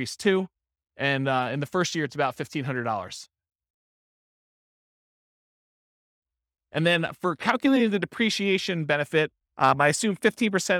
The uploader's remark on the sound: This was a live class recorded